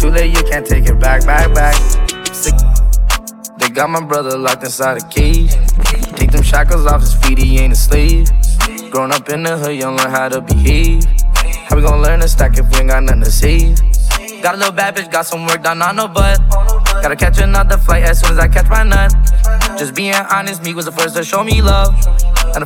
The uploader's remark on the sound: LIVE from Hashtag Lounge - Alexandria, VA